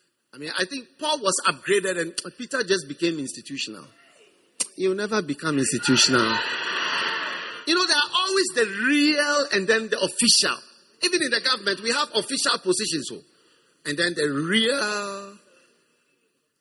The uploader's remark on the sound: Preached at the First Love Center.